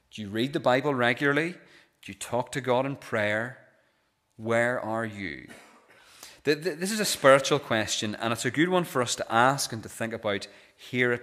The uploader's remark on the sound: This is the recording of the Bible reading and sermon from our pre-communion service held on Wednesday 3rd January 2024.